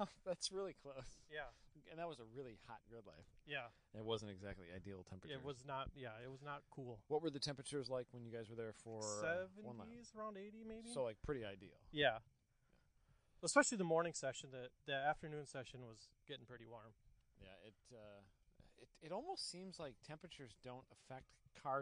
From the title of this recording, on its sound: Walking the track at Blackhawk